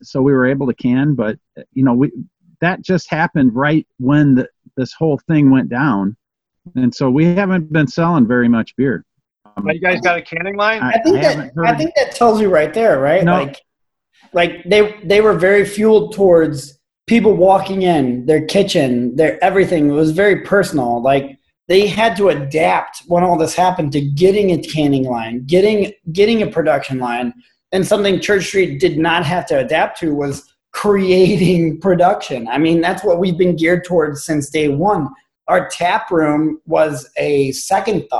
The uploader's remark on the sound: Virtual happy hour Zoom chat. This edition is another video/audio extended edition.